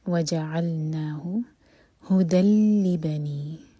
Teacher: تنوین کے بعد لام ادغام بغیر غنہ کے